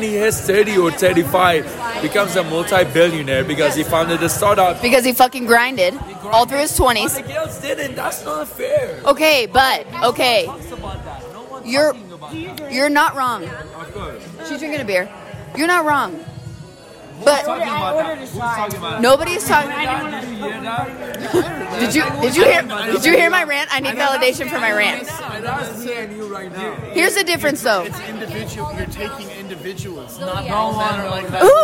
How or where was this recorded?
busy venue